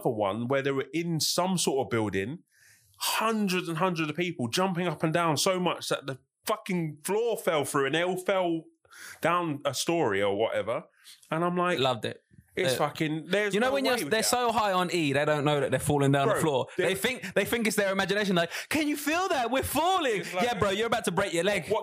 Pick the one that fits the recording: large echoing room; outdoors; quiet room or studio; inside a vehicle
quiet room or studio